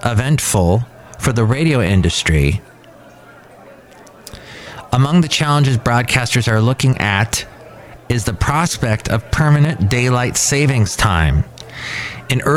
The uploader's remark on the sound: Podcasts live from Café Anyway.